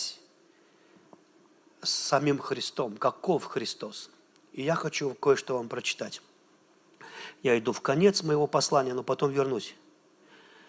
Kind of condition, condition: setting, large echoing room